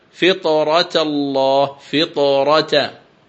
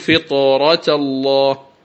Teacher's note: الطاء ساكنة سبقت بكسر، لكن لما كان الساكن هو حرف الطاء فخمت فتقول فطرة الله.